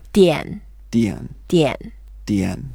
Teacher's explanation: 电 is the fourth tone, so we go down.